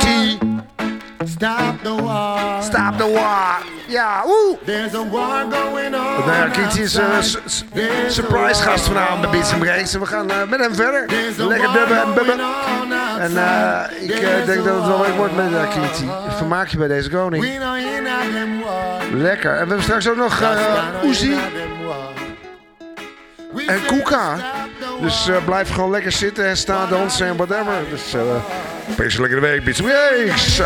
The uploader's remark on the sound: Live from ORKZ-Bar!